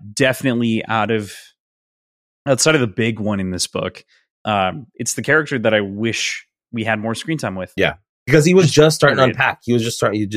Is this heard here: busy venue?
no